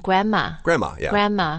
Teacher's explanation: the N and the M, they're so similar that you can just kind of make it one sound.